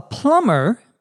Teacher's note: notice that we don't pronounce the B in plumber